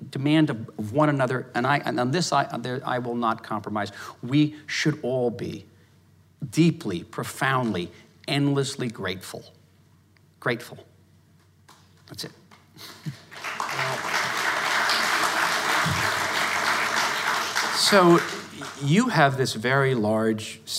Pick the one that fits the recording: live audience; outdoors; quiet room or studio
live audience